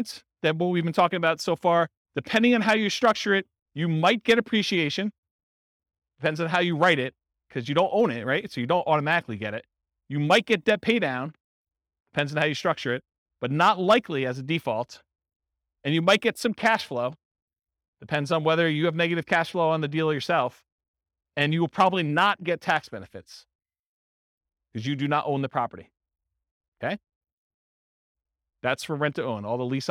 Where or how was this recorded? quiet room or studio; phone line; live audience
live audience